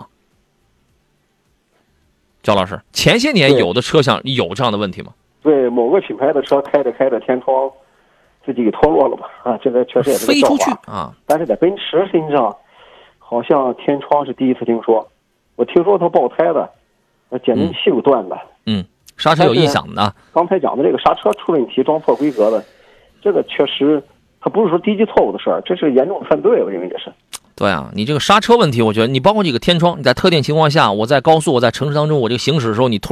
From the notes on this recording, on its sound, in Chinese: 节目现场联系汽车专家、鉴定专家、车主、4S店负责人